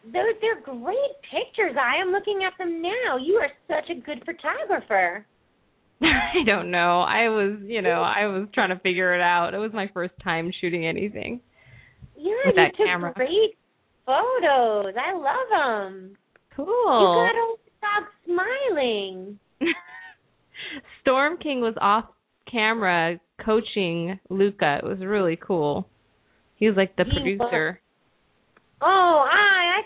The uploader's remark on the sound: open up the lines for listeners to call